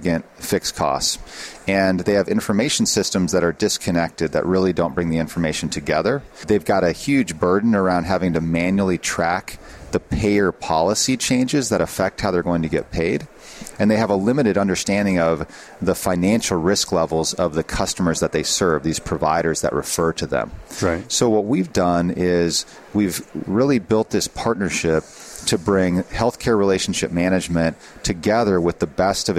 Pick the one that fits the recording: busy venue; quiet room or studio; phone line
busy venue